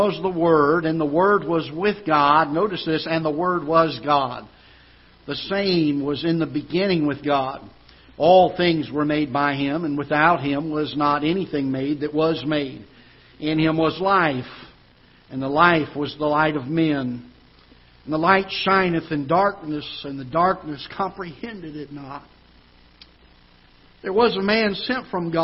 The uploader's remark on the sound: Ketha Heights Baptist Church ~ Live Broadcast.